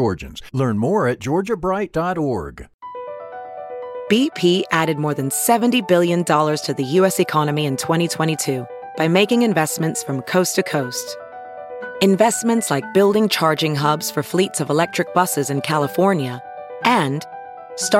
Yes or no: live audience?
no